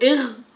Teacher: نقول إغ ونقول إخ، فتلاحظان أن مخرج الغين والخاء أعلى يعني قربا من الحلق · Term: أدنى الحلق